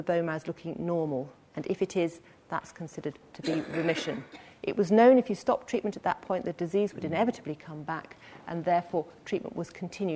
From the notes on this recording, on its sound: This lecture is part of the Medical Detectives, a series of public lectures. Recorded on 26 September 2013 in the Anatomy Lecture Theatre at the University of Edinburgh.